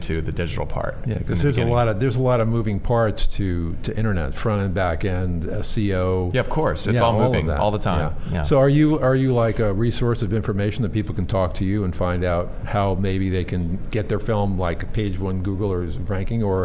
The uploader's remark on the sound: Join VoiceAmerica as we Broadcast LIVE form the American Film Market! Over 8,000 industry leaders converge in Santa Monica for eight days of deal-making, screenings, seminars, networking and parties.